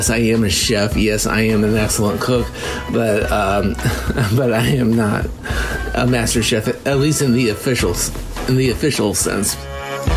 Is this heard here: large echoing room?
no